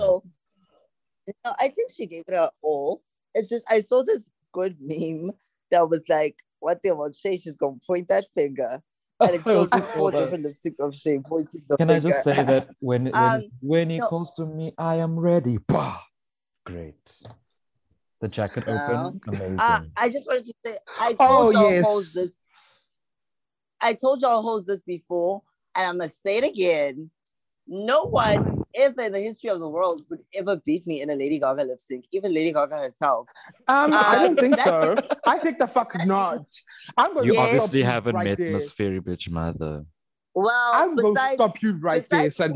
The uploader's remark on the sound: join the zoom call one last time